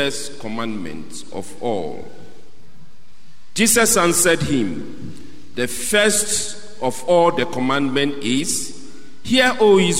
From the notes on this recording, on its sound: Sermon preached at CBC Shiashie Campus